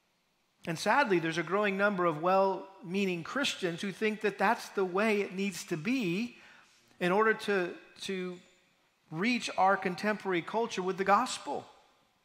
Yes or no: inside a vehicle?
no